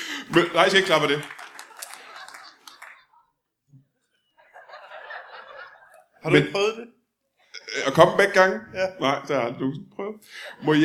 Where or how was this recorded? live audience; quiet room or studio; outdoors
live audience